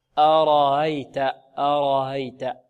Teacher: كانت كلمة رأيت أو أفرأيت كذلك دخلت عليها الفاء، إذا دخلت عليها همزة الاستفهام ماذا؟ تسهل الهمزة التي بين الراء والياء، بينها وبين جنس حركتها · Term: الهمزة المسهلة